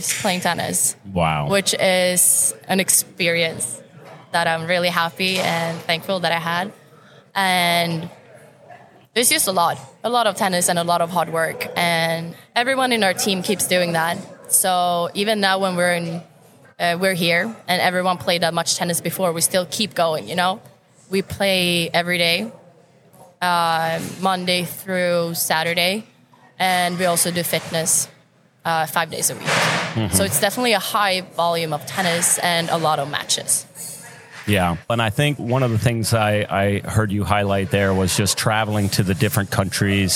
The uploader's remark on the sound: Live at the Collegiate Open